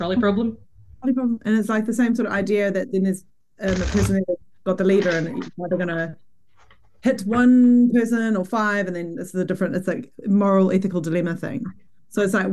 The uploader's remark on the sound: LIVE group call.